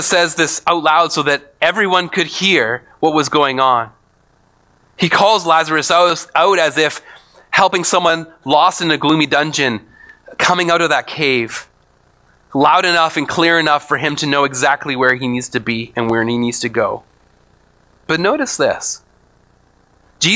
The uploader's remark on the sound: speaks at SouthRidge Fellowship, a Langley church.